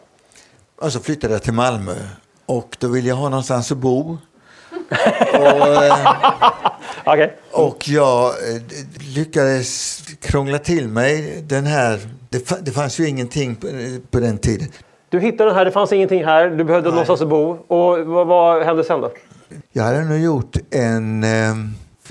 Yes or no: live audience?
yes